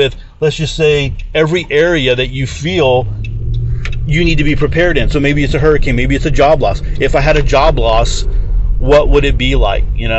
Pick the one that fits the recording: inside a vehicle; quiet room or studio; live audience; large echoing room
inside a vehicle